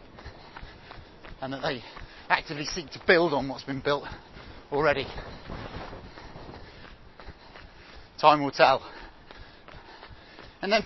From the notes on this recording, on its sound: recorded on Hampstead Heath